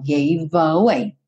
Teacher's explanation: Se o E não é pronunciado, tá pintadinho de cinza, você tem o gave terminando num V, que é uma consoante, e o away começando em A, que é vogal. Naturalmente, você vai juntar consoante com vogal. Gave away. Uhum.